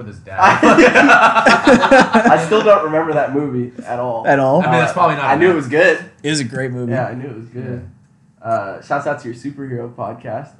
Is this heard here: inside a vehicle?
no